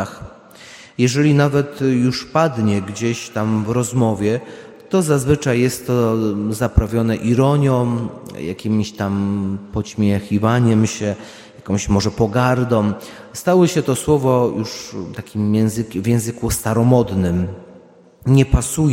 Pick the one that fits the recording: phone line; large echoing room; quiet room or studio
large echoing room